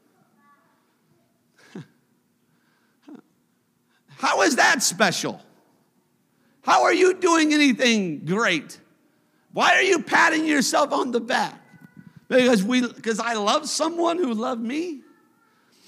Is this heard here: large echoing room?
yes